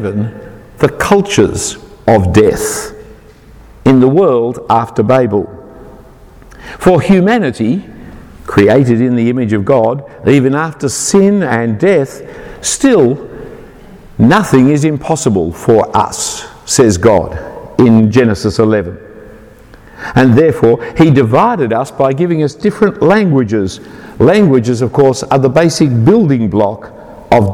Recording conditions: large echoing room